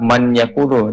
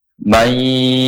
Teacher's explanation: Langsung ke huruf ya. Dan posisi penyebutannya harus gunnah, harus lama. · Shown in: second take